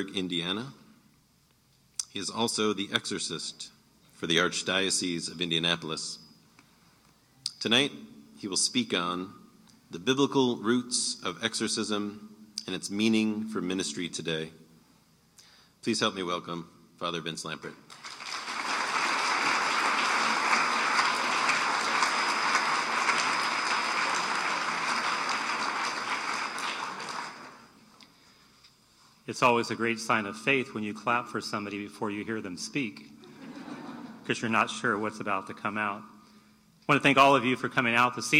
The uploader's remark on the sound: in Maas Auditorium at Hope College as part of the Saint Benedict Institute Speaker Series